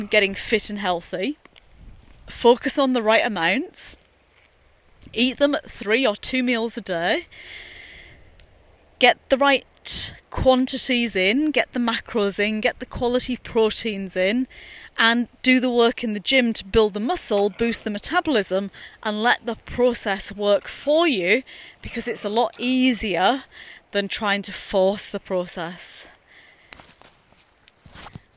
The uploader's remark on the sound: recorded during daily walks